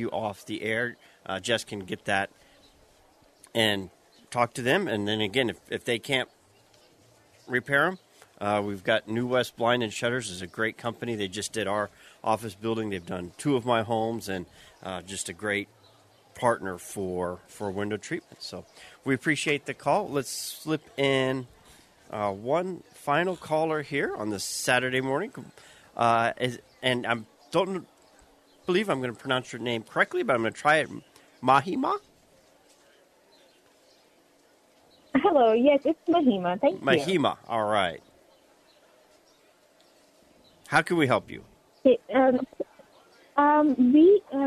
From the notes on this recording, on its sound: On location at Tucson Festival Of Books.